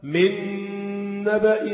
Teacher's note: هات سورة القصص، نتلو عليك من نبأ موسى، من نبأ موسى، من نبأ نون بعدها نون تانية، وفي هنا ايه؟ نون في النون إدغام، راح حط لك تشكيلة شدة وفتحة وعرة.